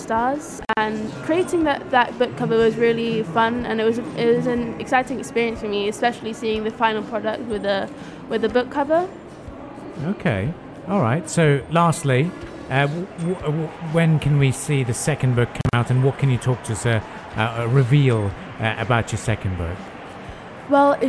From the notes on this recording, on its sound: Pulse Live at SIBF 2021. One of the youngest authors at the book fair.